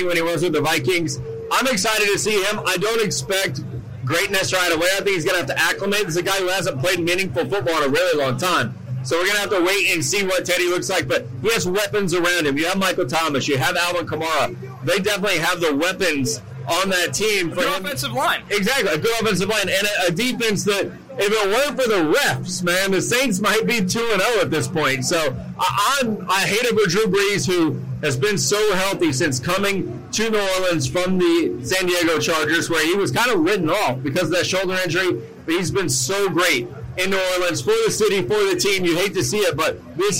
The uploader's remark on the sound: Live From MNF At MetLife Stadium